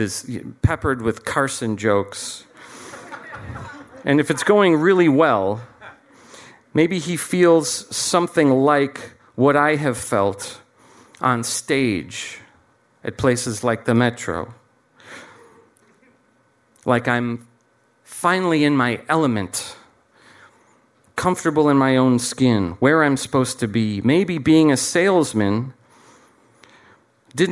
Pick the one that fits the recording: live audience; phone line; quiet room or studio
live audience